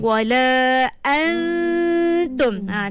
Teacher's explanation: Kita tak sebut secara jelas nun, betul tak? Kita terus masuk pada huruf ta. Tapi kita pinjam dia punya dengung. · Term: ikhfa